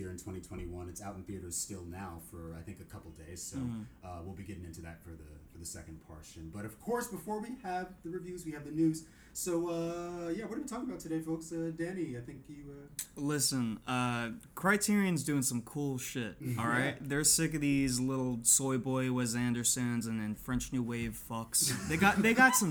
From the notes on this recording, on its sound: due to technical difficulties, this episode was recorded with just one mic.